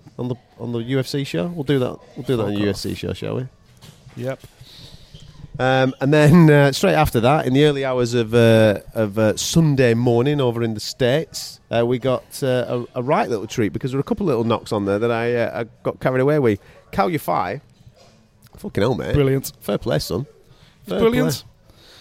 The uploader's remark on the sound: We recorded this one in a bar at 1am and one of us had a few to drink!